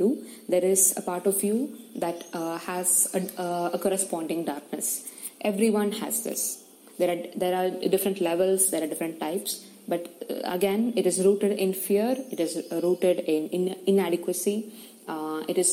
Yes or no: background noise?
yes